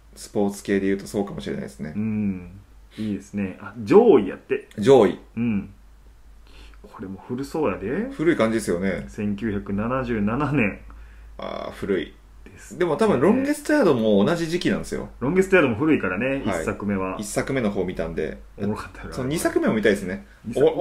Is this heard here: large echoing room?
no